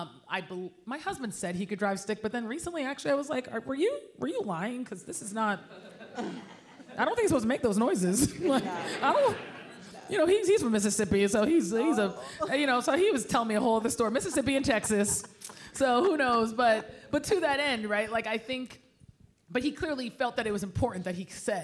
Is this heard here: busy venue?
yes